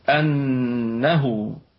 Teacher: أنه الهمزة همزة أصلية محققة في البدء والوصل، والنون في أعلى درجات الغنة